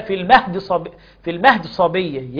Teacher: يخطف كسرة الدال